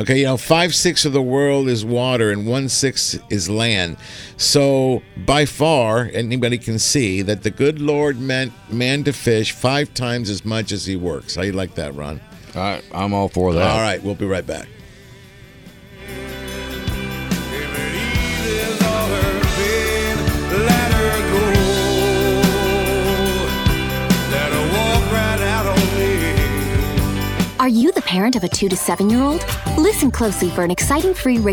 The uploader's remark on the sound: "LIVE" from Angel Stadium in Anaheim, CA